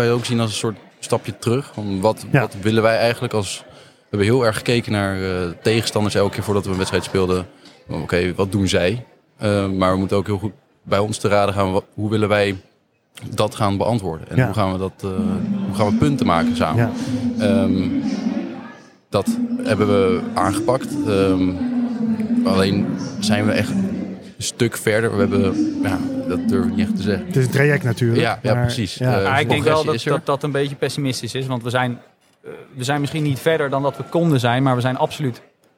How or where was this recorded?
busy venue